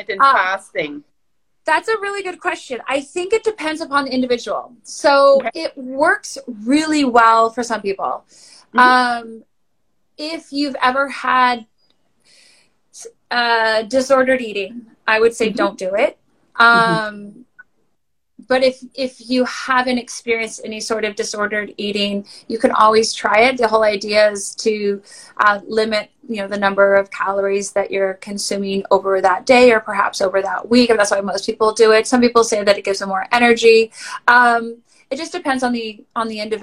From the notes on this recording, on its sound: I would like to share the recordings from these IG live sessions.